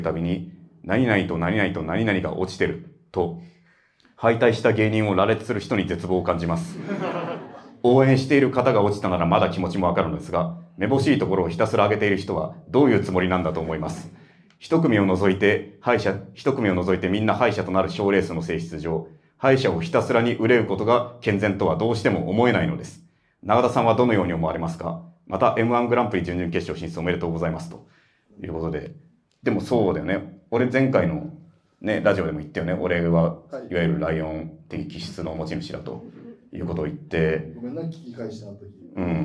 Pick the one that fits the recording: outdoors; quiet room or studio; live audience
live audience